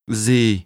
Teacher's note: With a low, falling tone